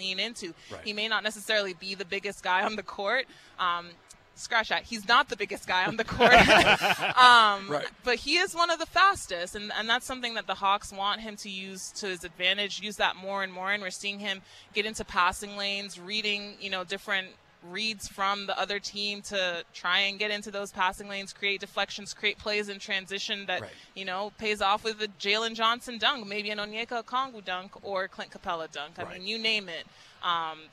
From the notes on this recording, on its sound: LIVE at State Farm